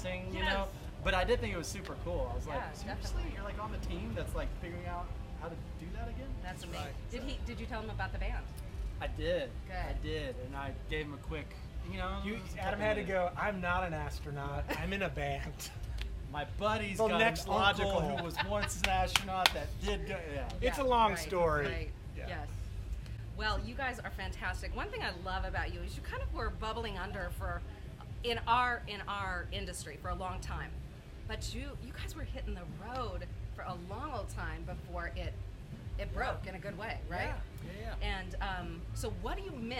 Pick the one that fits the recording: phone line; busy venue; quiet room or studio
busy venue